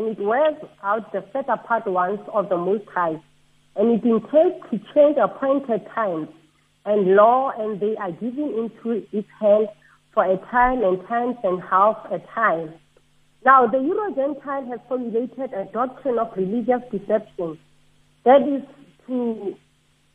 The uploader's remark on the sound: Guest on the phone